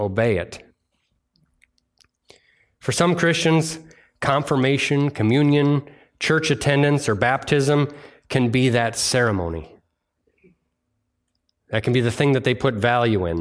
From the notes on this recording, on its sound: delivered on Sunday, August 6th, 2023 at Bible Center Church in Maiden Rock, Wisconsin